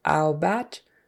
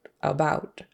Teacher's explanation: she puts a little more emphasis on that first syllable · Shown in: first take · She's still kind of stressing the second, but it's more ow bat, instead of a really short about.